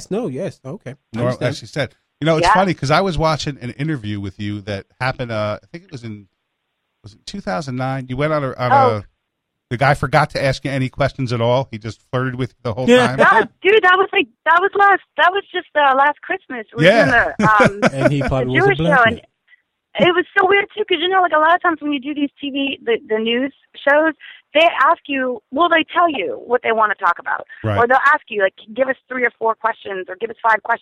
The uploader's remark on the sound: lets random phone calls